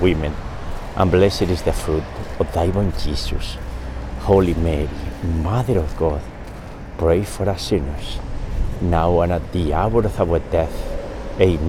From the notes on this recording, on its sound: We pray today's Luminous Mysteries walking alongside the Charles River in Boston.